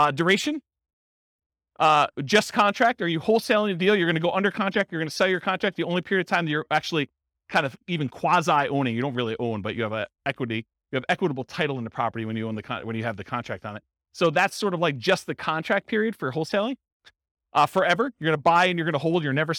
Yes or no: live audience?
yes